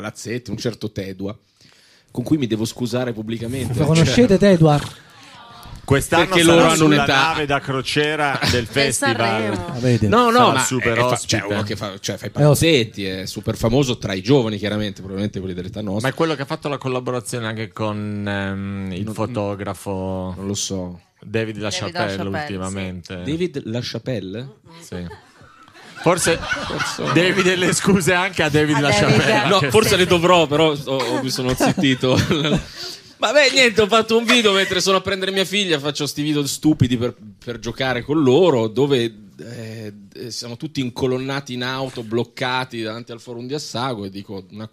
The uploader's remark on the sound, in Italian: Registrato al GhePensiMi